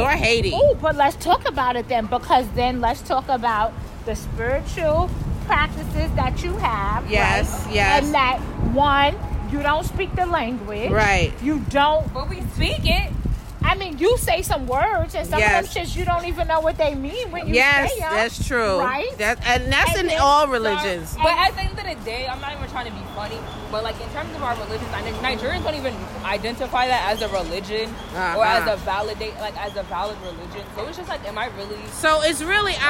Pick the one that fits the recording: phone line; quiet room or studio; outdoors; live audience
outdoors